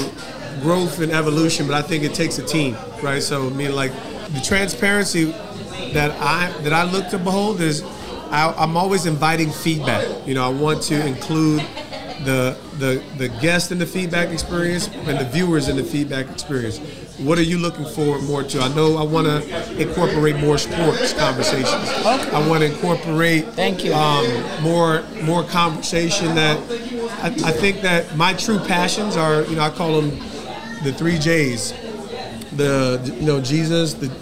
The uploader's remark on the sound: live at the GRAND OPENING of their flagship store “Tyree’s Table”!